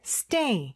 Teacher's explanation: 근데 여기서 중요한 거는 s 발음은 아주 약하게 해줘야 돼요. s, 이렇게. 그 다음에 day가 더 크게 들리는 거죠.